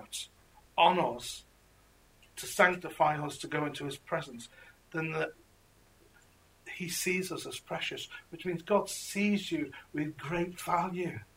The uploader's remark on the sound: This message was preached at Encounter Revival Centre Church in Crewe, England.